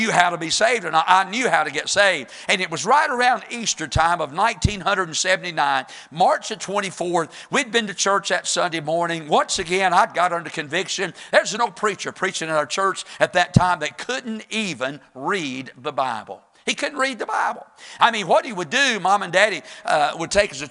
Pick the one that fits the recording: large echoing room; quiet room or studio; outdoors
large echoing room